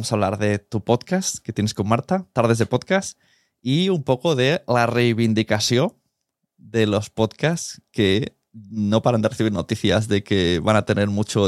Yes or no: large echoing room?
no